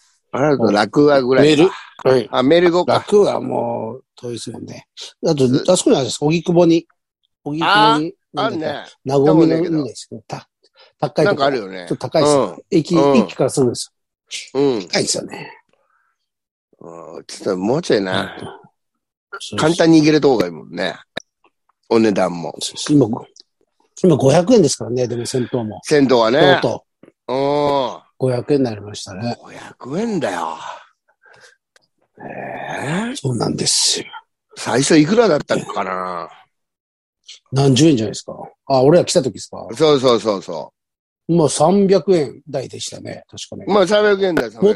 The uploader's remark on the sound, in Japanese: ZOOMで収録